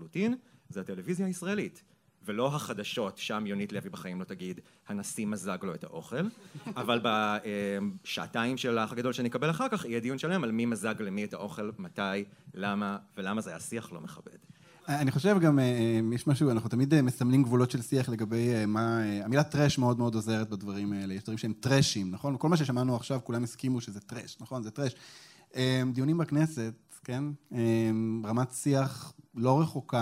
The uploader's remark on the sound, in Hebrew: לראשונה על במה ומול קהל חי, "פופ אפ" במהדורת לייב במסגרת פסטיבל "מילה" בבית רומנו בתל אביב.